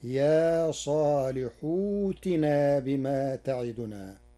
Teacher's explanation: قرأ ورش يا صالح ائتنا بإبدال همزة القطع واوا ساكنة من جنس حركة الحاء قبلها بعد حذف همز الوصل تخفيفا، فتصير يا صالح ائتنا بما تعدنا.